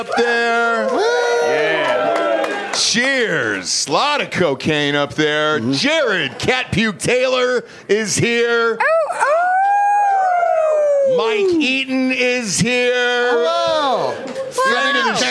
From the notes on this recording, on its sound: At the 2023 Drinkin' Bros Christmas Party.